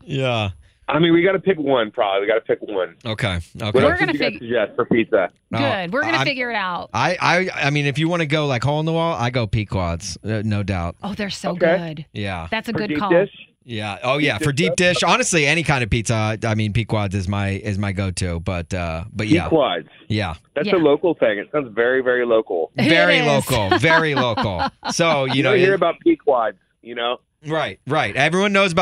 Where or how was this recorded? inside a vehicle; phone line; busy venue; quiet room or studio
phone line